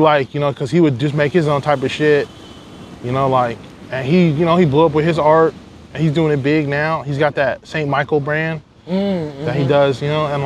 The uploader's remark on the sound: Recorded live on Revere Beach